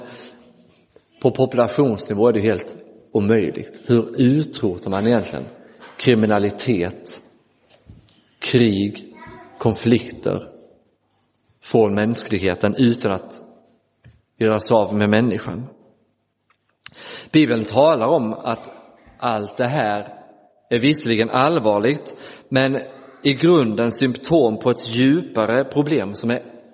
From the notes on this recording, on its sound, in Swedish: Inspelad i Roseniuskyrkan den 31 december 2023.